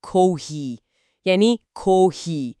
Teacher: وقتی یه حرف صدادار کشیده تلفظ میشه، مثل صدای ای توی کافی، ژاپنی ها با این خط نشونشون میدن. یعنی کو رو معمولی بگو، ولی هی رو یکم بکش.